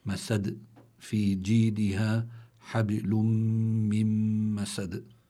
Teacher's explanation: وهذه الكلمة تنتهي بدال، سكنت هذه الدال لأجل الوقف، فصار عندي قلقلة